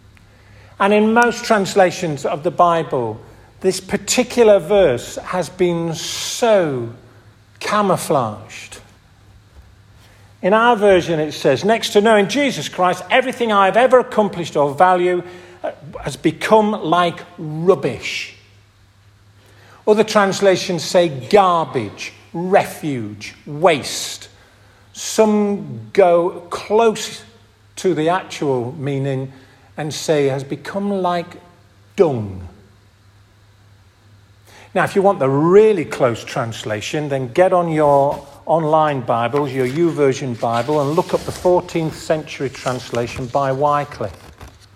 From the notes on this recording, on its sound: This audio recording was taken from the 10:30 Communion service at St Oswald's Church, Askrigg, 2023